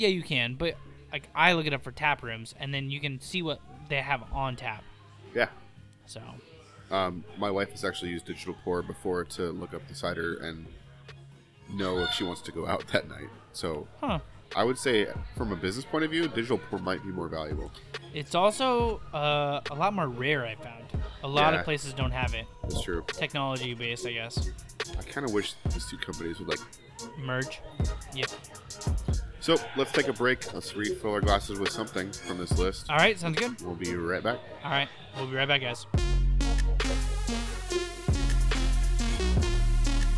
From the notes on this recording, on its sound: This week we're live from a local taproom